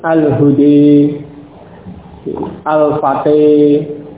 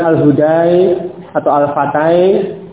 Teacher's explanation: fathah sebelum alif juga ikut imalah. Yakni fathah itu imalah pada kasrah. · Shown in: first take